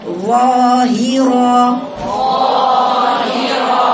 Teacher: ظا عمل إطباق في الظا، ظاهر إطباق واستعلاء، ظاهرة ظا ظا نايم لسانك كده على أسنانك كما يقول حق التلاوة على اللي هو اللي هو المكان اللحمية بتاعت إيه الصال الثانية العليا، ظاهرة ظاهرة.